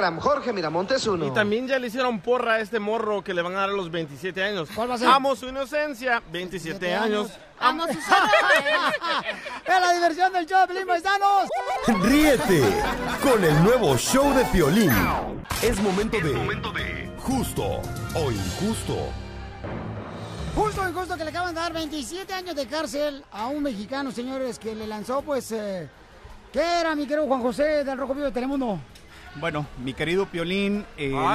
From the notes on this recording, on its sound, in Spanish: Escucha la transmisión en vivo desde Anaheim.